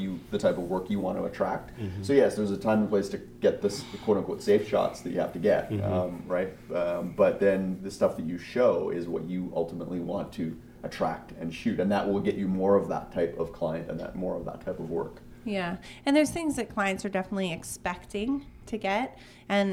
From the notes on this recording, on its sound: A WPPI 2016 Round Up. At the WPPI conference.